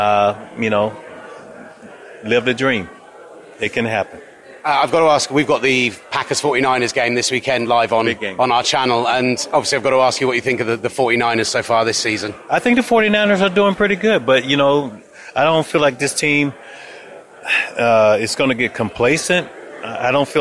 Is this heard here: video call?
no